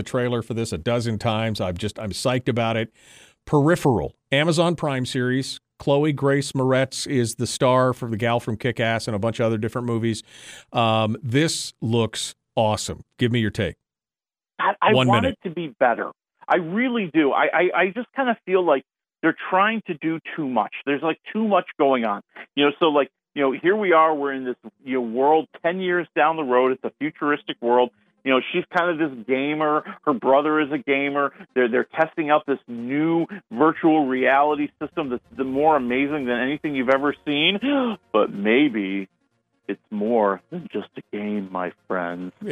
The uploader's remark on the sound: almost a full 2 hours of phone calls and Q&A and discussion with listeners from around the country